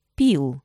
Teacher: Произнося слово «бил», вы включаете голос почти сразу. Однако при произнесении слова «пил», между тем, как ваши губы раскрываются и тем моментом, когда вы начинаете произносить гласный звук, имеется очень короткий промежуток времени.